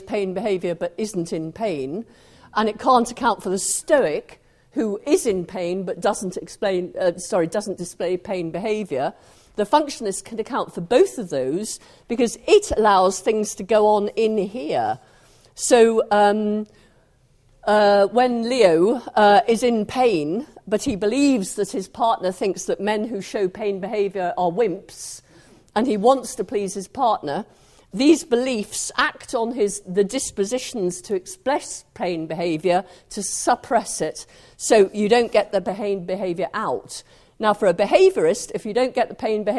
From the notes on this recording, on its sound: engaging in a questions and answers discussion with the audience